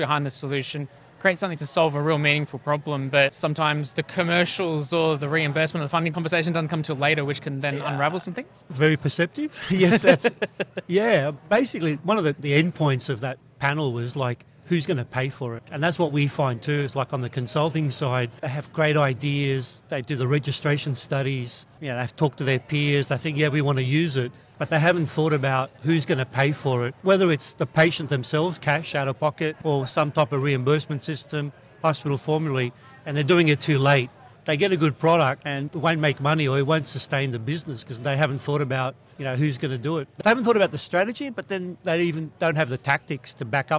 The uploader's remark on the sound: Earlier this year, the Australian Medtech sector reunited in Melbourne to learn, connect and celebrate its achievements at the AusMedtech 2022 Conference, by AusBiotech . It was a record turn out and a great event overall, and Talking HealthTech was there recording interviews with speakers in our booth.